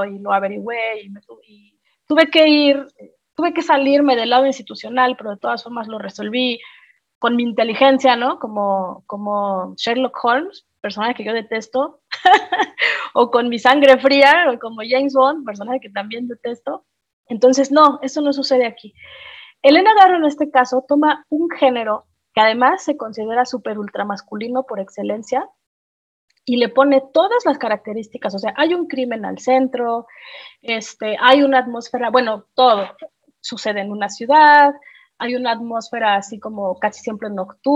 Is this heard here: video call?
yes